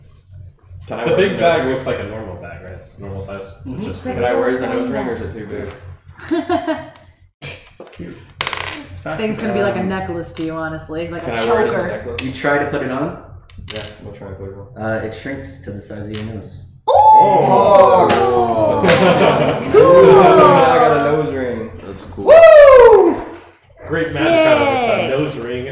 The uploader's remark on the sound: These casts are from games of D&D played live on twitch weekly. Please excuse the audio in this episode!